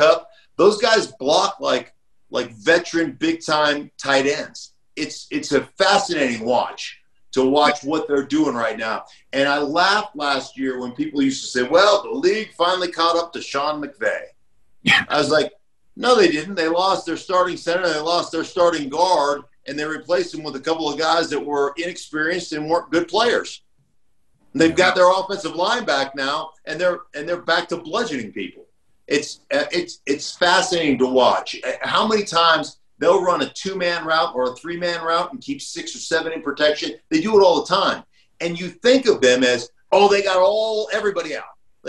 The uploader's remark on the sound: Zoom together with former NFL lineman.